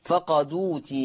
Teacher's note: هحرك الدال بحركة الهمزة، فالمحصلة تبقى دال مضمومة